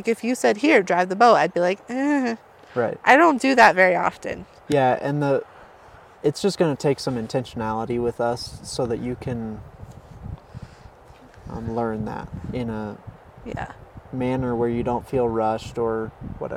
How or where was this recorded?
outdoors